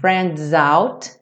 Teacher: o S do friends ganha o som de Z.